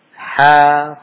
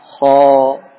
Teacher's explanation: Makhrajnya jelas berbeda. Ha dari tengah tenggorokan, ho dari ujungnya.